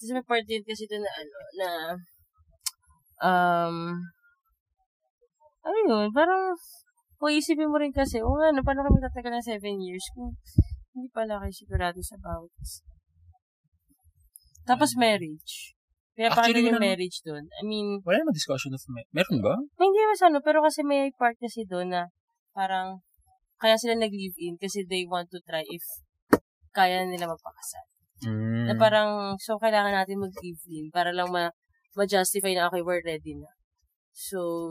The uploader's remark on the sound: In this poorly recorded and mixed episode